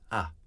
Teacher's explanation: The schwa used in traditional RP is an U sound, quite closed. However, there is an archaic form which is very open and bright